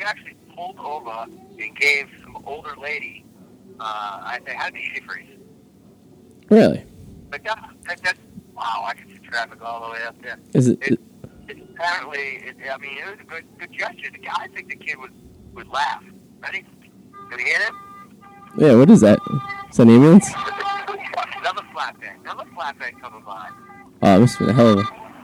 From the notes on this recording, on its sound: Live At the Comfort Inn in Revere. Stuck in traffic on 495 so he phones in the episodes, literally.